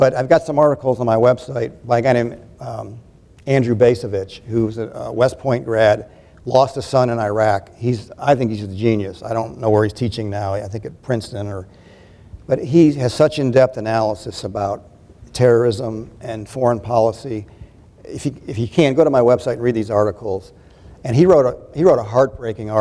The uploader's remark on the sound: This is a live recording of the American Democracy Project Town Hall Meeting. This event was recorded live Wednesday, October 27 on the campus of Georgia College.